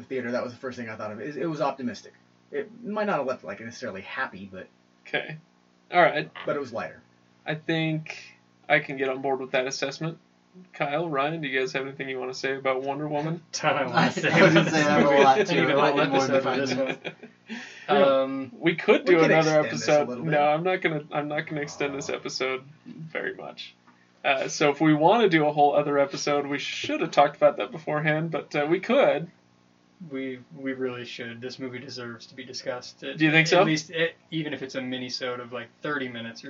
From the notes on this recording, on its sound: Poor audio. Sorry about the ramshackle state of our audio quality! The guys didn't have their regular setup.